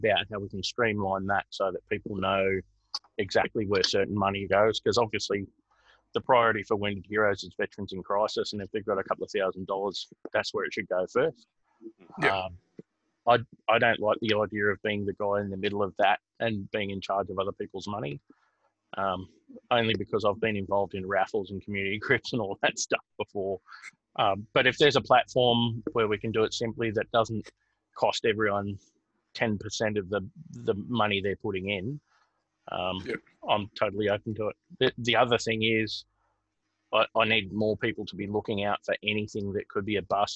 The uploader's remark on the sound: zoom chat with 3 phones in questions and an AMA section